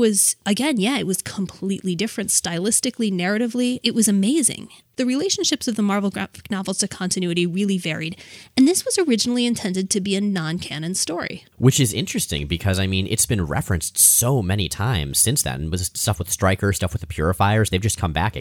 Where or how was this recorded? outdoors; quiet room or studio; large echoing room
quiet room or studio